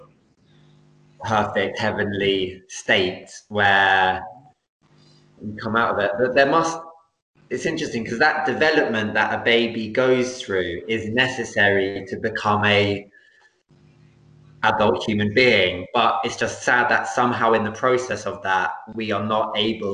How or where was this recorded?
video call